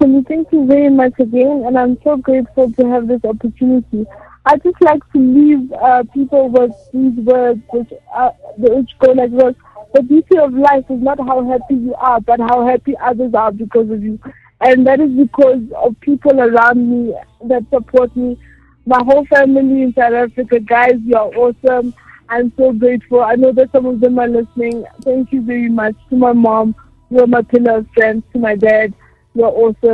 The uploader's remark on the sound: Joined over phone.